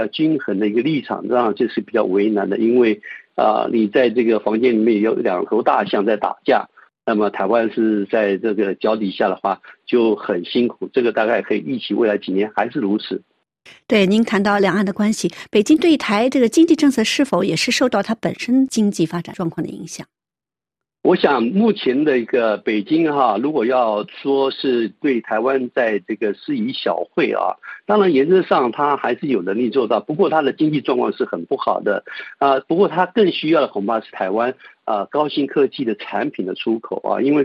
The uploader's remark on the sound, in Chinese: 接受本台电话采访